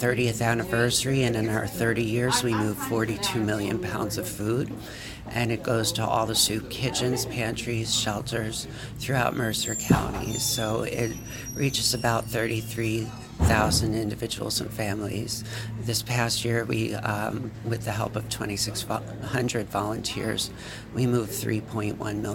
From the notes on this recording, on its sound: during the Mercer Street Friends Community Schools Mini Conference in Trenton NJ